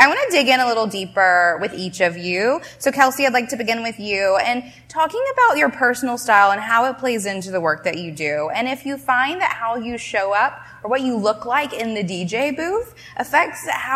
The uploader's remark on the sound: We're coming at you live from Toronto where we were joined by a panel of inspiring bosses. At an event to celebrate the launch of the new, Canadian designed Diadora Luxe Collection.